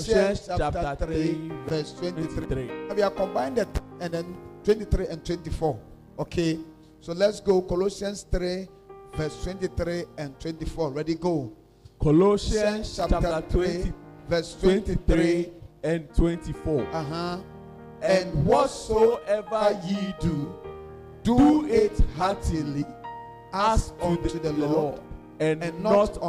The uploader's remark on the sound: preached at the loyalty house international Adjei-Kojo